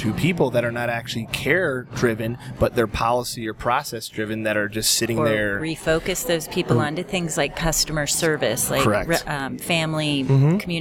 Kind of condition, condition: setting, busy venue